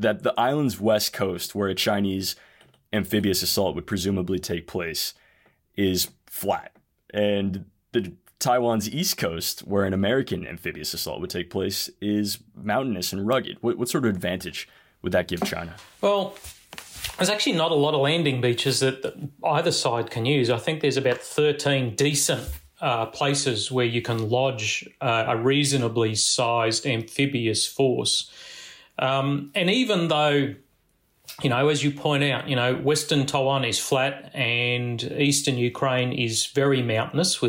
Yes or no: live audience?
no